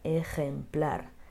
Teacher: Olha o som, o ronquinho do J. Ejemplar. Andrés, o A bem aberto.